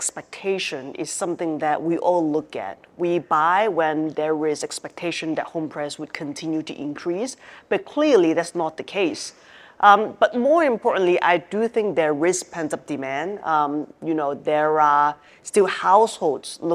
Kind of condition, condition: setting, live audience